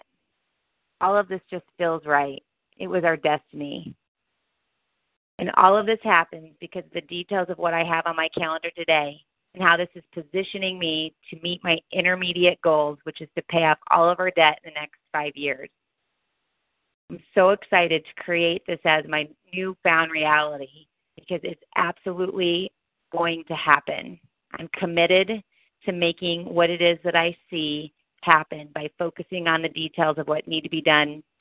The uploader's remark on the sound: Modern Muse Conference Call Line.